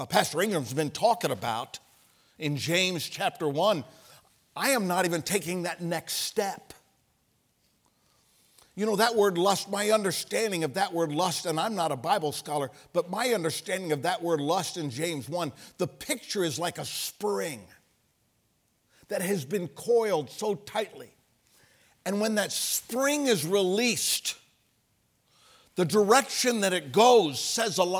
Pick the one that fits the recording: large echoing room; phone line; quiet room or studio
large echoing room